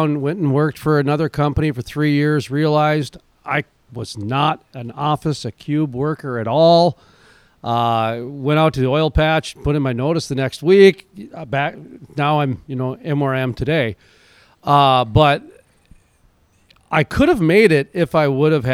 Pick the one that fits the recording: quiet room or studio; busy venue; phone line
busy venue